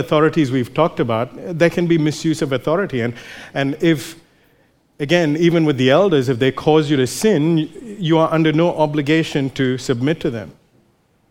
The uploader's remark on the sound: recorded live at Grace Community Bible Church